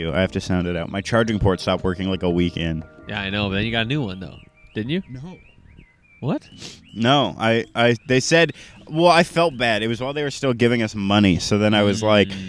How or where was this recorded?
outdoors